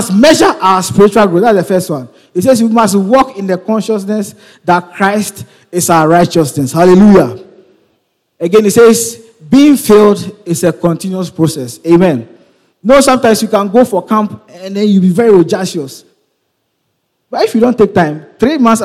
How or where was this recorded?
large echoing room